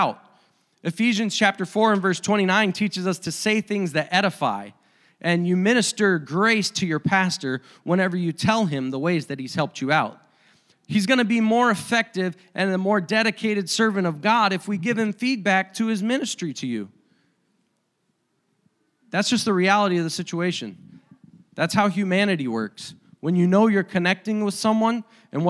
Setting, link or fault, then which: setting, large echoing room